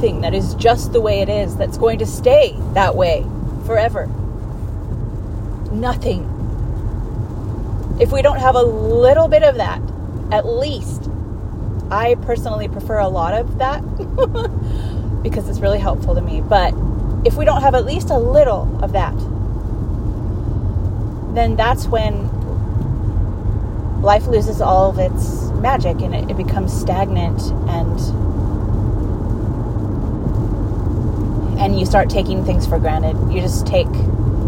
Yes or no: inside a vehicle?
yes